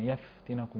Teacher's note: الهمس في الفاء نراعيه جيدا